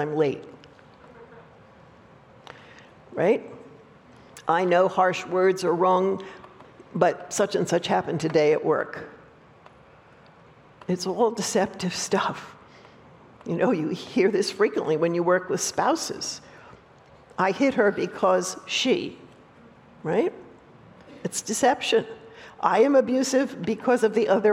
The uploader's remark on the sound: opening talk at the recent Restore Conference at Judson University